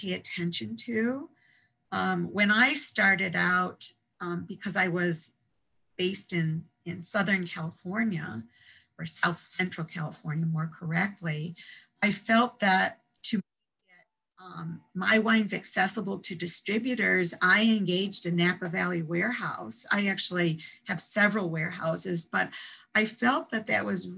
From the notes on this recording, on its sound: This interview was conducted. Over Zoom.